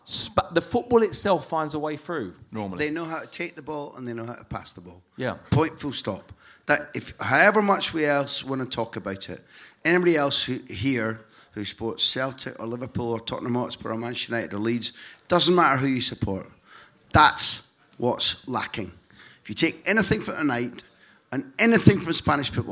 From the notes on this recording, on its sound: La Liga Live At The Sugar Club, Dublin. On the night, we opened up the floor to questions tweeted to us from members of the audience. This was organised by Con Artist promotions, who have put on some truly fantastic live football talks across Ireland.